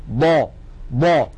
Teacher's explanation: واضحة أكثر في الحرف الساكن ويكون وضوحها أقل في الحرف المتحرك يعني لما نقول ضا ضا فيها استطالة ولكن استطالتها سريعة ولا تكاد تلحظ